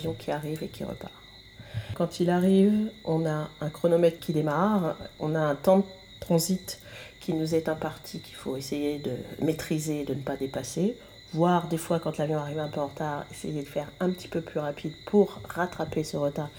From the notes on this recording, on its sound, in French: Chef d’escale aux Antilles, et exceptionnellement accompagnée en bruit de fond par les grenouilles nocturnes de la Guadeloupe.